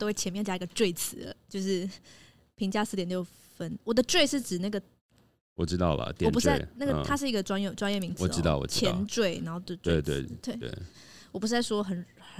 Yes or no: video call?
no